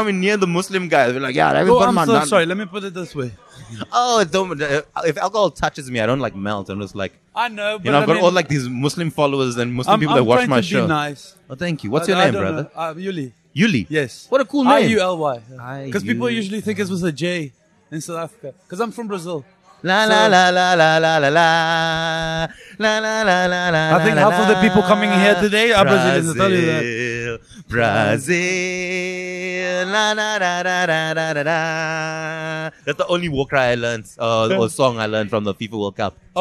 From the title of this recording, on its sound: LKS Outside: At a pre-party for the Rugby